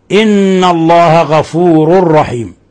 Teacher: نون مشددة، حكم التجويدي إضغام حرف غنة مشدد، يغن مقدار حركتين. غفور رحيم، غفور رحيم، إضغام بغير غنة، لأن التنوين تنوين الضم جاء بعده حرف الراء، وحرف الراء أحد حرفي الإضغام بغير غنة.